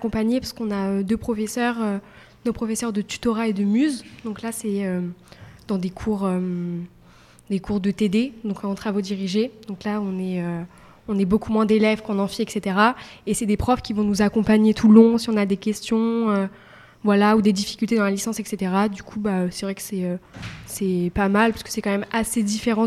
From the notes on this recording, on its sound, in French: en direct du forum 2024 de l'orientation